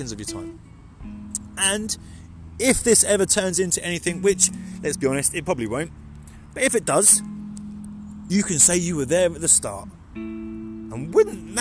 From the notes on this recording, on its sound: In this episode we complete a stupid o'clock AM walk to listen to the birds and clear our minds. Releasing your tension in the forest with birds.